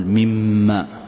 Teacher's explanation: إذا كان ميم ساكنة بعد الميم متحركة إدغام، مثل ميم ما، أصلها ميم ما، فندغم الأولى في الثانية · Term: إدغاما صغيرا